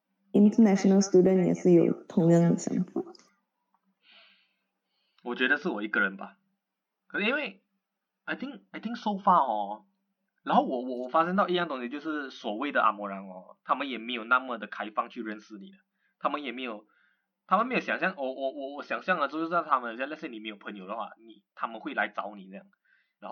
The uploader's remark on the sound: Im so sorry for the poor audio quality, will definitely try our best to ensure a legible, crystal clear recording in the next podcast for better experience. While we are now in different parts of the world.